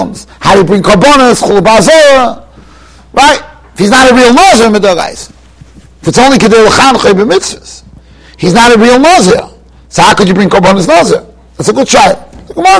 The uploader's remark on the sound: Shiur recorded in Yeshivas Ohr Reuven, Monsey, NY.